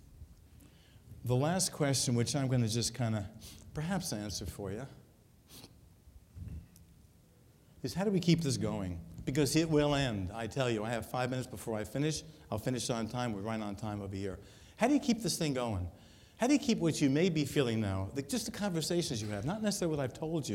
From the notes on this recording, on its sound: Recorded at the 2013 Summer SDPA Conference in St.